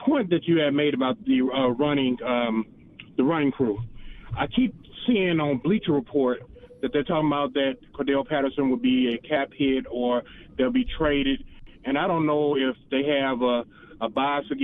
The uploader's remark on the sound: allowing listeners to call